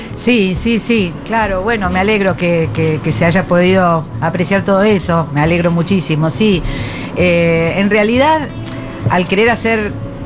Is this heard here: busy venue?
yes